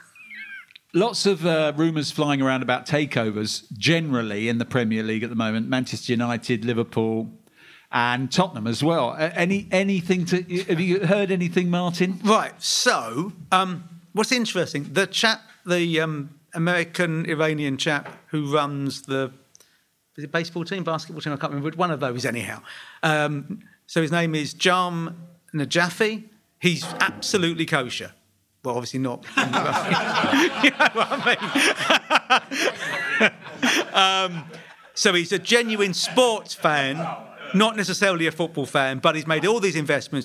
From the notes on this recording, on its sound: Spurs Show Live! At the Albany in Great Portland Street. For this Month’s live special weekly catch up.